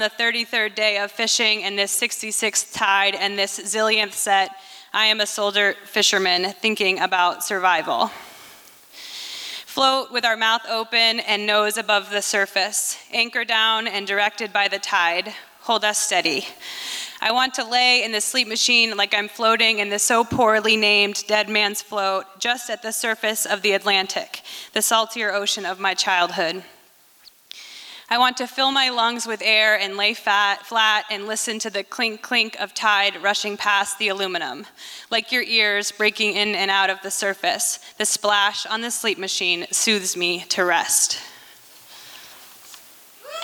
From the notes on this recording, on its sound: These performances were recorded at the Liberty Theatre in Astoria, OR on Friday, February 24th, 2023.